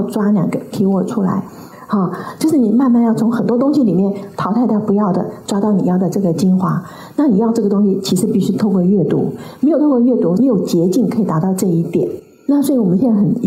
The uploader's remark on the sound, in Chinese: 本集內容取自天下文化主辦的《如何跟上變化多端的世界》新書分享會現場錄音。